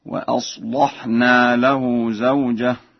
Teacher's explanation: فقرأ ورش وأصلحنا بتغليظ اللام هكذا، وأصلحنا له زوجه.